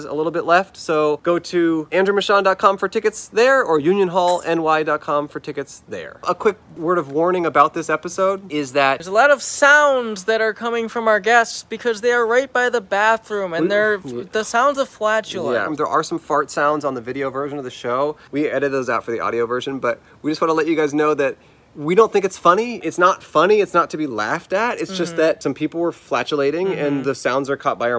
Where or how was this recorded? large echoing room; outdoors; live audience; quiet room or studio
outdoors